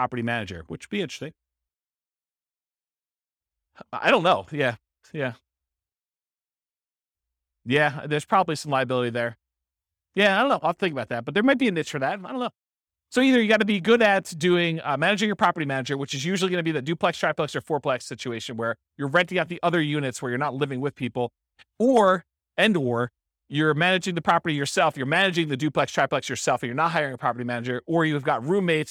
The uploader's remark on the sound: This was a live class recorded